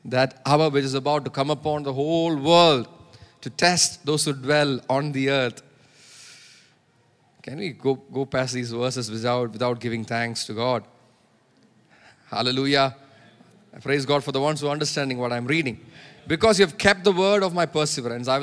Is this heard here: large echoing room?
yes